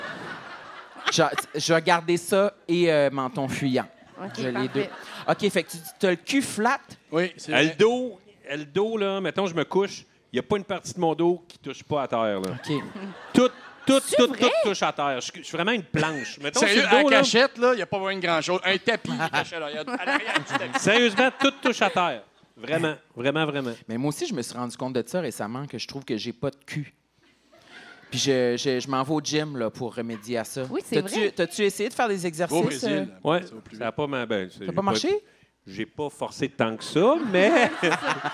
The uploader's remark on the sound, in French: Cet épisode LIVE au Lion d'Or de Montréal!